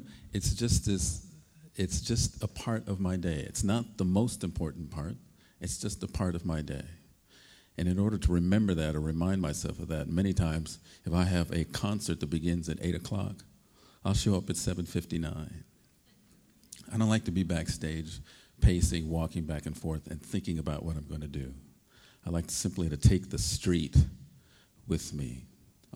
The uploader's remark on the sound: Helped kick off Berklee's 2010–2011 school year with a presentation at the college's Opening Day festivities. Turned his keynote speech into an interactive experience, encouraging questions from the audience and pulling faculty, staff, and alumni onto the stage to make music with him.